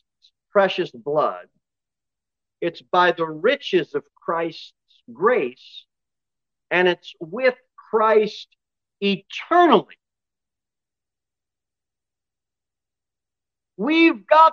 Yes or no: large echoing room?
yes